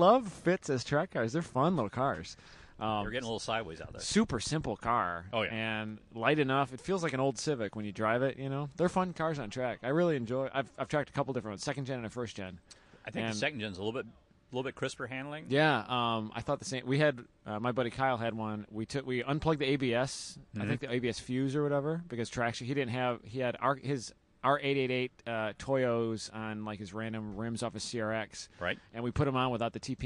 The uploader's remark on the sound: Live at West Michigan Honda Meet 16. It was a cloudy day in Michigan.